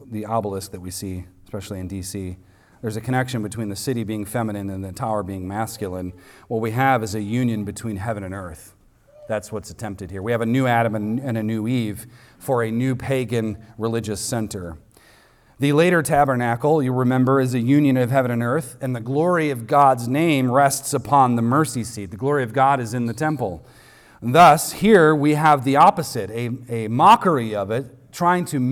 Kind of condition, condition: setting, large echoing room